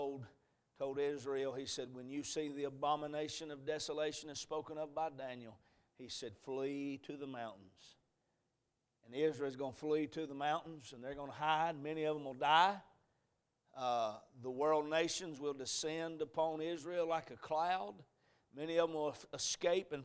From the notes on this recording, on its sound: A message preached at Crossroads Baptist Church